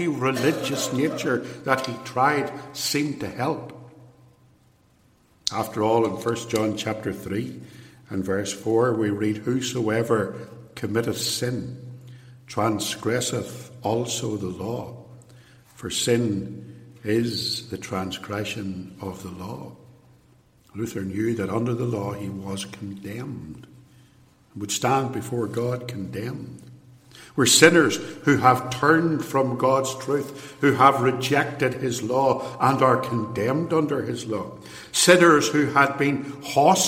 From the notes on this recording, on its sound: lecture, given in 2017 at Templepatrick Reformed Church